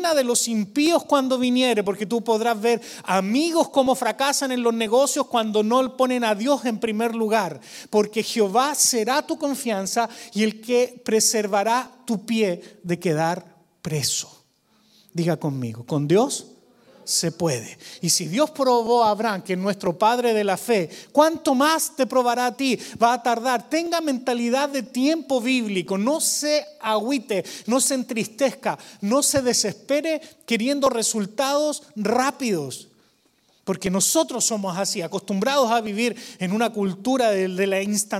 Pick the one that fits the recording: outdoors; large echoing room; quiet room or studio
large echoing room